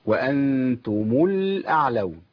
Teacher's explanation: يبقى عندي ميم الجامعة إذا التقت بساكن بعمل إيه؟ بحركها بالضم